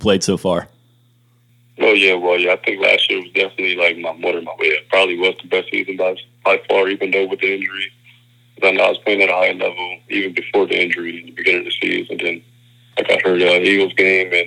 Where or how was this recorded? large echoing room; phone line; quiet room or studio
phone line